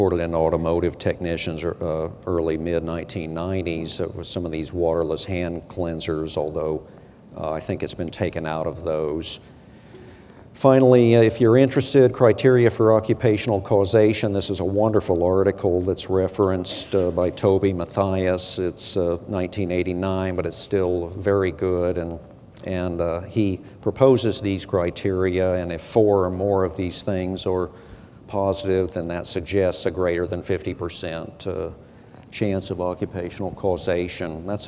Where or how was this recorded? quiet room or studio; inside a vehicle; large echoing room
large echoing room